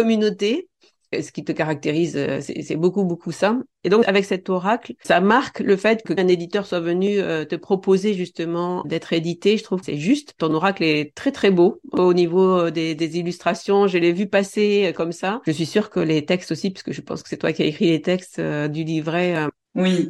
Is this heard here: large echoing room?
no